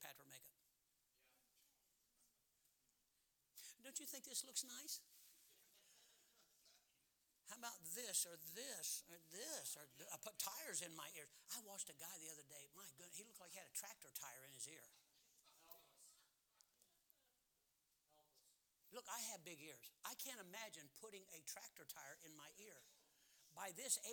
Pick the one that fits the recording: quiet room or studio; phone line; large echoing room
large echoing room